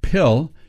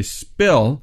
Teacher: If we have it at the beginning of a word, if you hold your hand in front of your mouth and you go pill, you feel a puff of air. But if you say spill, there is not that same puff of air.